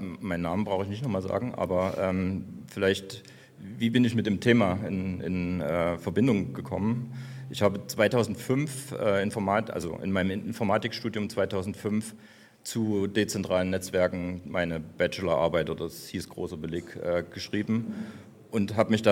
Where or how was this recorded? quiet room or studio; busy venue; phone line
busy venue